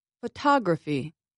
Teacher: in the word photography, I stressed the second vowel, ah. I said it louder and longer than the other vowels.